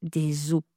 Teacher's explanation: On est bien en syllabe ouverte. Le son O en syllabe ouverte est fermé. C'est-à-dire que je ne vais pas dire O, mais O.